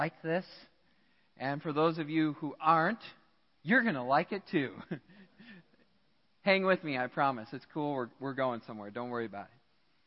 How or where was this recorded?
large echoing room